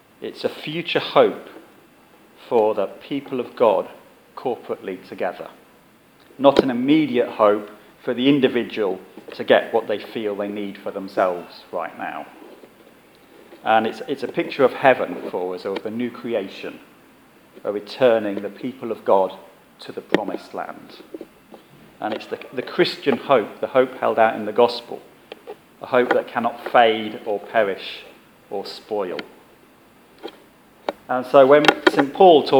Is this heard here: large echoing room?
yes